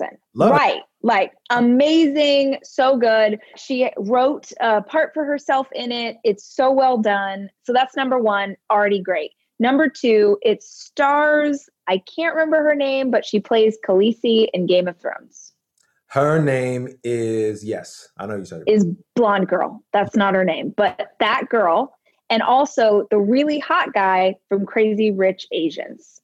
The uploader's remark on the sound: we stayed on the Zoom chat